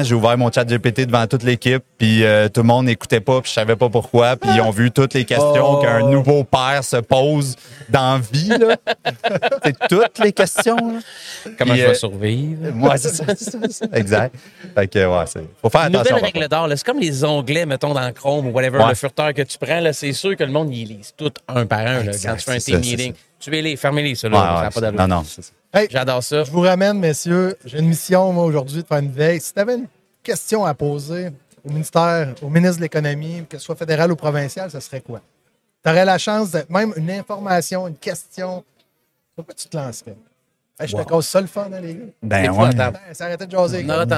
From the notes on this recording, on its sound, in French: En direct du Transal Saguenay